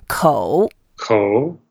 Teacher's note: 口 is like a K-O-U, 口. Yeah, and it's a third tone, so we go down first and up, and we make some effort and take our time. 口. 口.